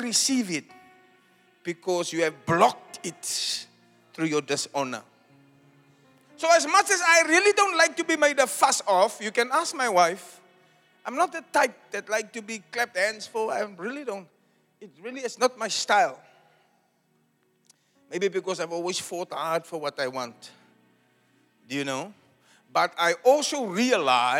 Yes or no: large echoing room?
yes